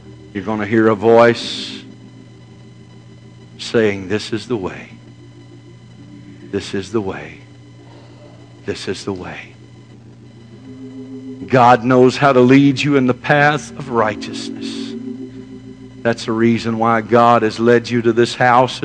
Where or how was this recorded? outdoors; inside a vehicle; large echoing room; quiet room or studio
large echoing room